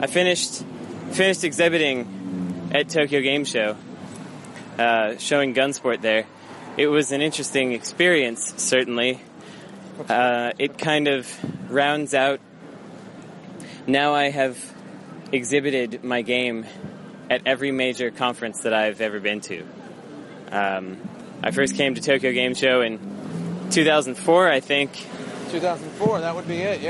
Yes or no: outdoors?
yes